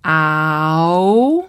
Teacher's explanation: He starts out with the ah of box, ow, and he slides up to the oo of boot